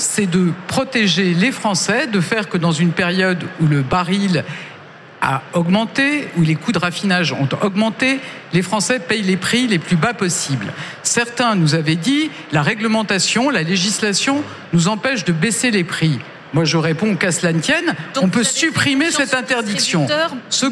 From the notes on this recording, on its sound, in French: en direct et en public